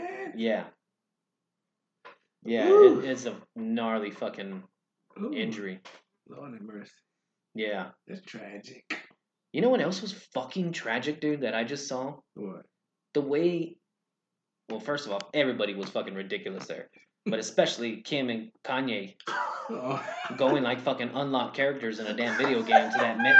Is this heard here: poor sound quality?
yes